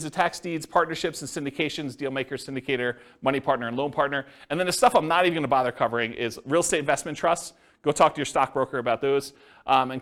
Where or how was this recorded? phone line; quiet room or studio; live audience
live audience